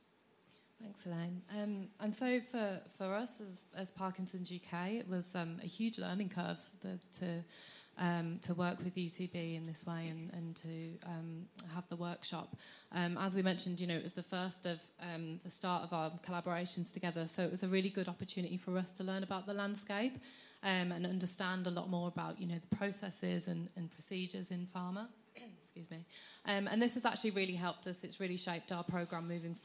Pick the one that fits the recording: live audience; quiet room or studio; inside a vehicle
live audience